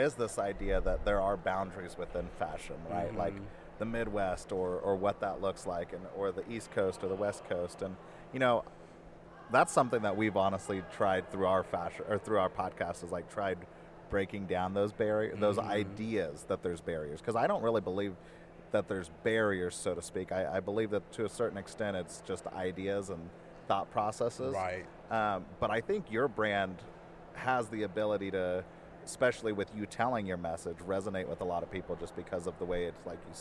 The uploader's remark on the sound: We are recording at KC Fashion Week